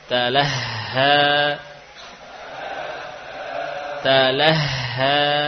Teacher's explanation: huruf ha ini punya sifat khafa, ya, khafa yang lirih suaranya. Jadi perlu jelas saat kita membaca huruf ha dalam keadaan sukun atau tasydid, ya.